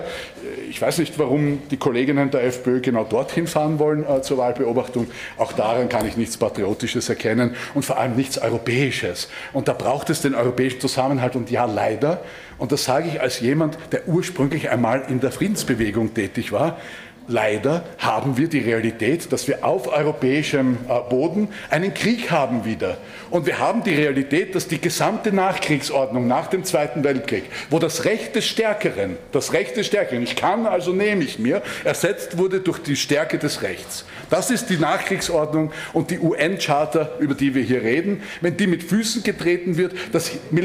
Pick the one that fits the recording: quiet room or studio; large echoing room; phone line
large echoing room